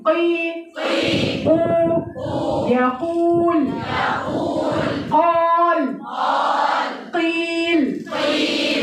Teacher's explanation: مخرجه اقصى اللسان وما يحازيه من المنطقه الرخوه وهي المنطقه القريبه من اللهاه